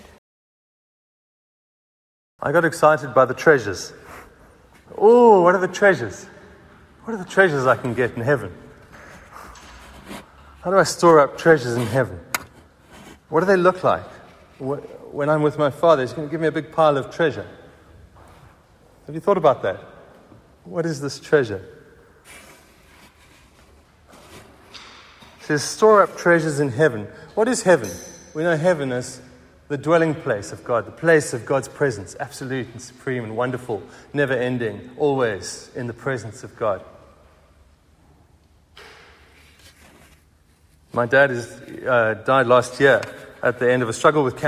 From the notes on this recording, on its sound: Recorded at the 7pm Ash Wednesday service on 22nd February 2023